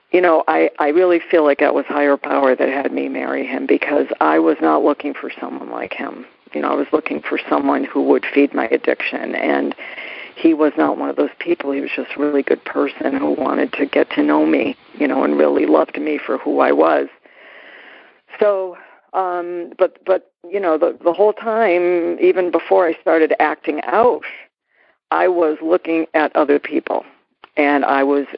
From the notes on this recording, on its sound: Noon Phone Speaker Meeting.